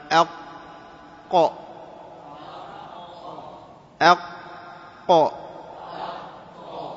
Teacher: أقصى اللسان مع استعلائه وما يحاذيه من الحنك الأعلى ويخرج منه القاف